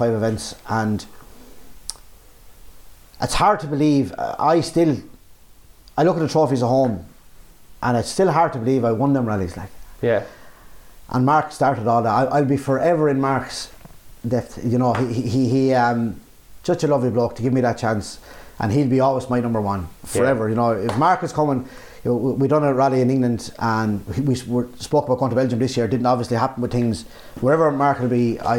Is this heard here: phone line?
no